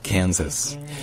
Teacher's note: Dans Kansas, en fait, l'accent tonique est sur le can, donc c'est Kansas.